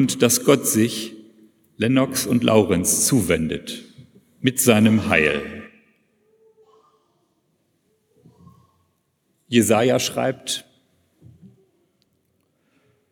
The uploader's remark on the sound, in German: predigt in einem Gottesdienst mit Kantorei, Taufen und Abendmahl